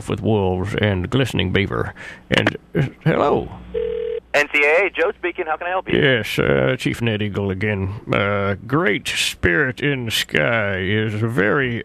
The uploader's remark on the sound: Prank Phone Calls